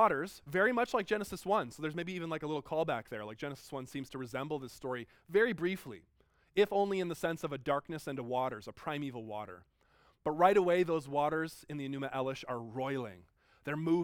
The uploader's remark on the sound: Delivered at George Fox University on 14 January 2019.